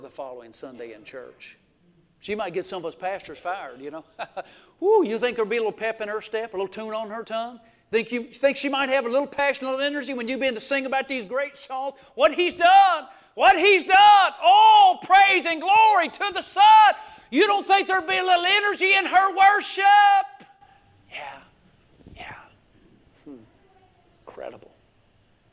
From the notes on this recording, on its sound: This message was recorded live at Winfield Free Will Baptist Church located at 1960 US Hwy 43 in Winfield, Alabama.